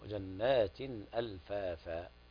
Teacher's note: هذا مد عوض عن التنوين بقدر حركتين فقط